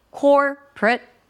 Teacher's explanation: at the end of the word corporate, there is a schwa sound there